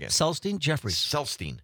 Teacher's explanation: Accent on the first syllable.